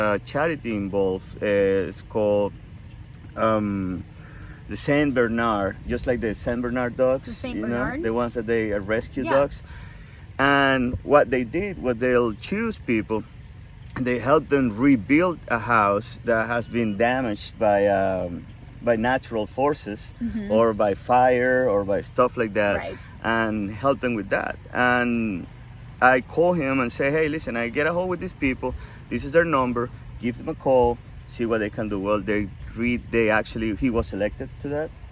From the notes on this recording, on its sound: The golf tournament organized by the Chapin Woman’s Club, recorded our first episode outdoors.